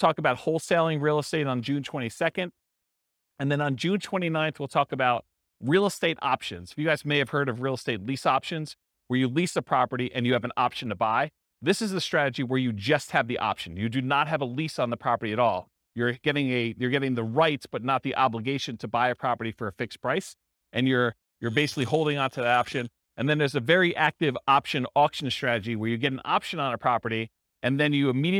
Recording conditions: live audience